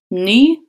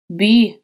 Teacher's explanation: Это нечто среднее, что-то между нашим русским И и Ю. Нам нужно тянуть звук И и складывать при этом губы дудочкой, как будто бы мы произносим русское У.